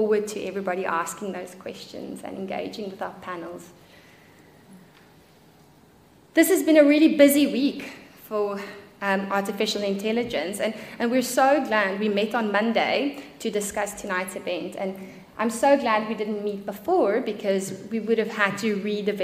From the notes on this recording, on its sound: Here is the recording of the recent UC Business School MBA Thought Leadership panel event on 30th March. Here is the recording of the recent UC Business School MBA Thought Leadership panel event. We had a 90-minute(!) thought-provoking discussion.